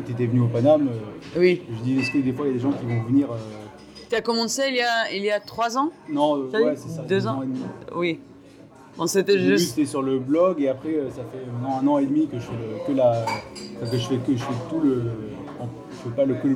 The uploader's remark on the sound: All my episodes in Paris were recorded in the Paname. We've had some special guests who stopped to say hello.